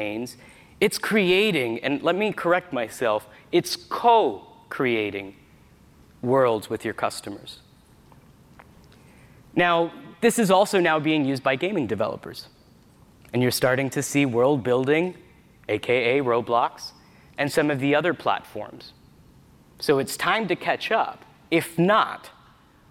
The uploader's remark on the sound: We relive a session from the Retail Innovation Conference & Expo.